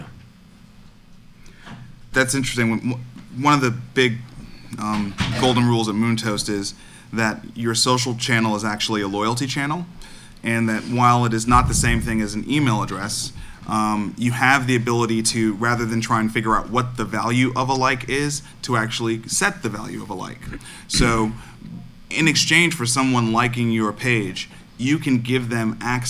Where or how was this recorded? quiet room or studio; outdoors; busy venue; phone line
busy venue